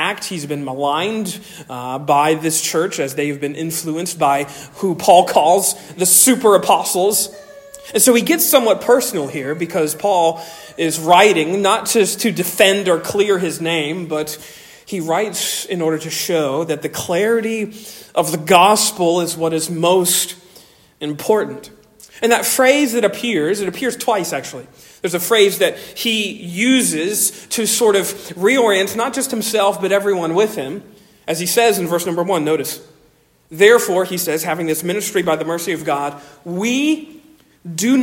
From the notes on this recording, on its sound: Originally delivered on 28 January 2024 at Stonington Baptist Church, Paxinos, PA. Originally delivered on 28 January 2024 at Stonington Baptist Church, Paxinos, PA.